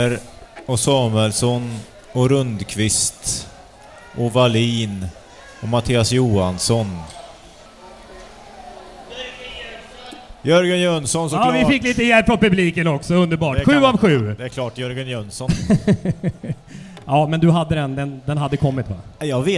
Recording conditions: live audience